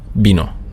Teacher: Das V ist immer ausgesprochen wie ein weiches B. Es ist so ein Mittelding.